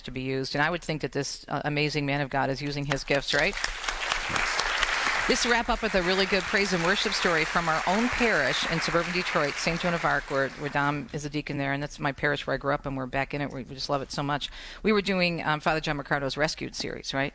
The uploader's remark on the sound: broadcasts live from the Grand Hotel on Mackinac Island